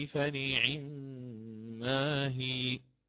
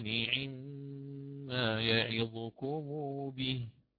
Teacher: طيب فنقرأ هنا هكذا للإمام ابن كثير: إن تبدوا الصدقات فنعما هي، وفي النساء: إن الله نعما يعظكم به، وهي كذلك من الإدغام الكبير، فسكنت الميم الأولى ثم أدغمت في الثانية